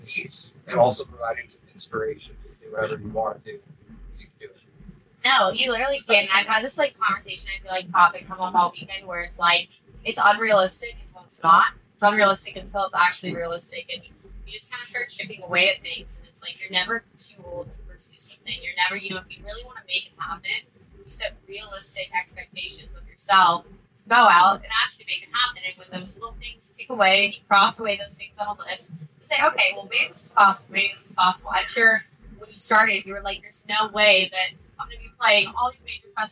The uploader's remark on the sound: My hard drive failed shortly after this podcast was recorded. I've tried my absolute best to salvage these podcast files but unfortunately I had to take the sound from the camera recordings.